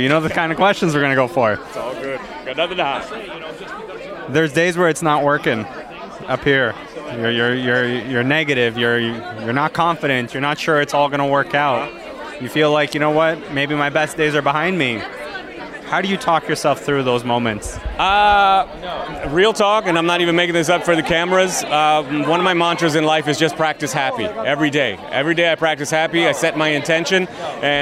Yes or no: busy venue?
yes